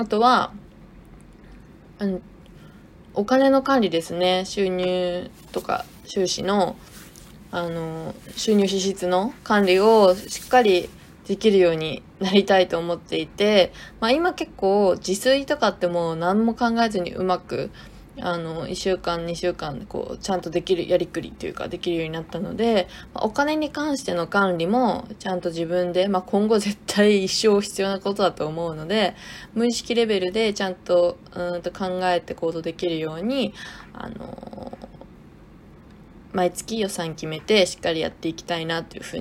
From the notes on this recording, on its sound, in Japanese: ウルトラライトダウンの雑音がすごいです。すみません。